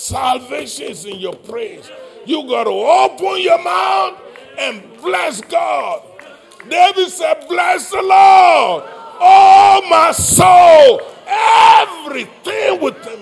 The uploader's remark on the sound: live-recording